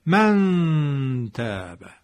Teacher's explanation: نون مخفی میشه دیگه، از مخرج خودش در دهان اجرا نمیشه بلکه مخفی میشه · Term: اخفا